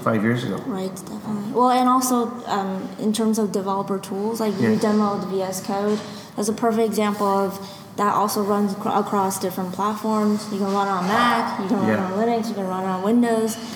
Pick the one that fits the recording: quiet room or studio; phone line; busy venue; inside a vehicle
busy venue